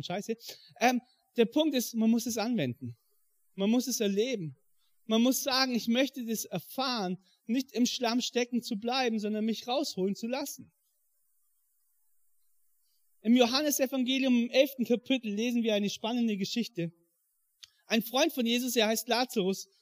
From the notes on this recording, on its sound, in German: im Rangergottesdienst in der Life Church Ansbach